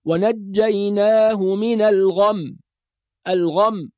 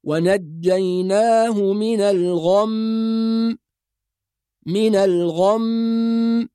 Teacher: طبعا هذه الكلمة بتقع فيها أخطاء كثيرة جدا، فبعض الناس لما يقف على الميم المسددة يترك الغنة فيقول ونجيناه من الغم الغم، وهذا خطأ. فالميم المسددة مثل النون المسددة يعني فيها غنة سواء عند الوصل أو عند الوقف · Shown in: second take · فلما نقف نقول ونجيناه من الغم من الغم هكذا.